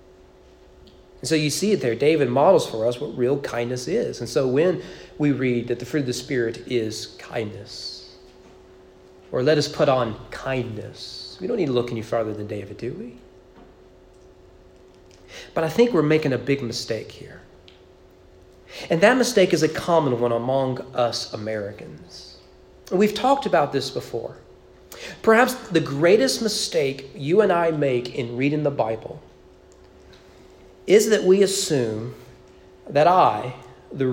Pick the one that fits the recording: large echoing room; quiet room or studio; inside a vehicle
large echoing room